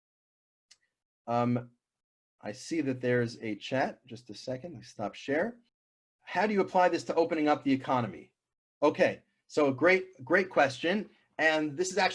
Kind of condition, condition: link, video call